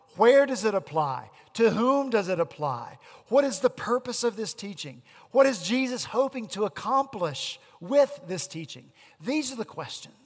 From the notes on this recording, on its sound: At Redeemer Presbyterian Church in Charleston, SC, our senior pastor continued our Matthew sermon series.